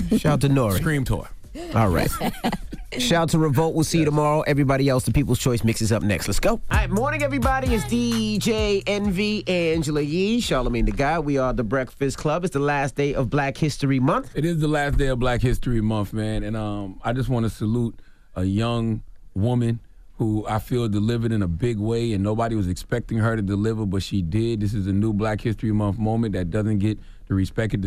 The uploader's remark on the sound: Today on the show we had a surprise get it off your chest call. We opened up the phone lines.